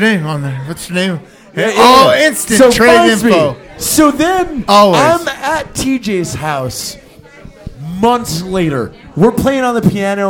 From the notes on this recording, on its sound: Live From Las Vegas! At a biker bar in Las Vegas.